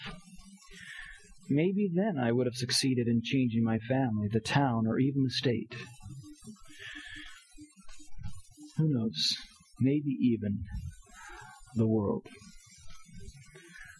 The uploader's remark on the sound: Our apologies for technical difficulties which left the last eight minutes with quality issues.